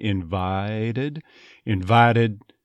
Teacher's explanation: notice how the T between the vowels there became a tapped R, this Americanized sound where it's almost a D sound there.